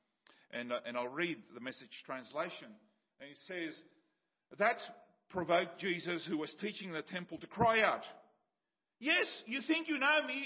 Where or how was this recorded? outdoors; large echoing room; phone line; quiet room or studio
large echoing room